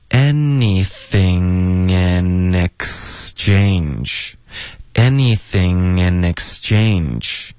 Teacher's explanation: anything 跟 in 要连读 anything in exchange 也要连读